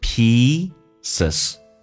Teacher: pieces 长元音，嘴角往后咧到极限